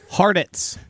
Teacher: He moved the T to the first syllable.